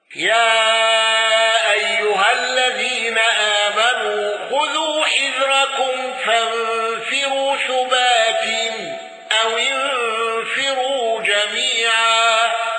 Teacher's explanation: الأصبهاني بتوسط المنفصل والنقل